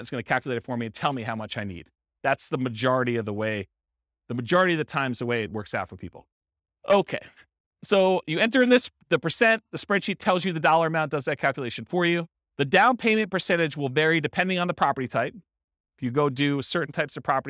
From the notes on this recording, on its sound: This was a live class recorded